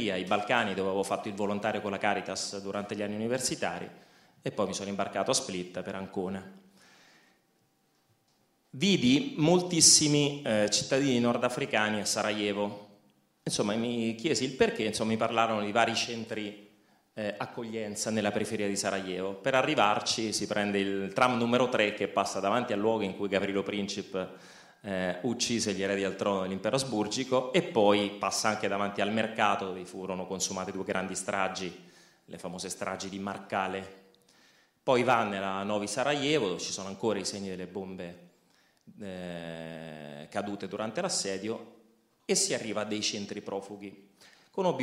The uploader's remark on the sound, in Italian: Roma. Audio registrato in loco.